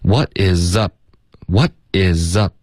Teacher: 7000元多好啊，对啊，可是他不这么觉得，他不这么认为，他的想法跟正常人是相反的。Yeah， it's verydifferent，很不同。所以这是最后一句连读。所以他说的是字面上的意思是我们这个宇宙宇宙或者是世界，对，到底怎么了？OK，所以他就说，What is up with theuniverse？那这里 what 的特，他用了一个省略，他说 what，OK，就这样，特的音省略了，导致一个干脆的停顿。Is 跟 up 它连读，isup，那 up 结尾呢，嘴唇合上，导致一个干脆的停顿。What isup？What isup？所以前三个音节就有两个干脆的停顿。OK，What、okay? is upwith？那你的嘴唇合上，up 导致一个停顿，up 接着发窝呢，会有一点爆破。Up with，有一点 put 的这个音。Upwith，OK、okay?。然后 with 的这个 th 的音跟 the 的这个 th 的音，我们就发一个